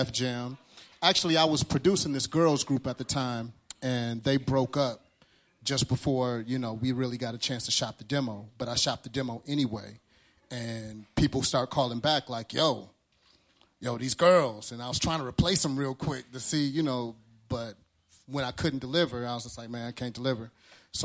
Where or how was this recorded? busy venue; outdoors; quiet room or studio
busy venue